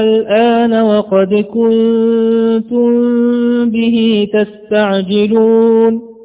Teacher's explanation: لأن جاء بعد هذا المد سكون أصلي في كلمة واحدة، فكان هذا المد مد لازم كلمي مخفف